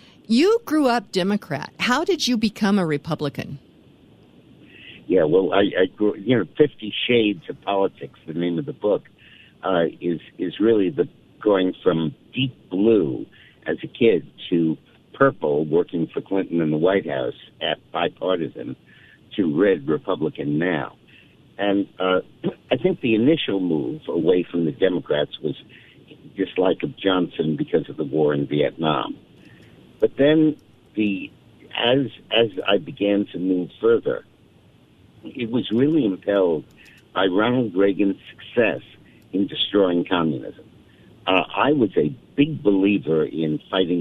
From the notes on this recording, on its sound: joins the show by phone.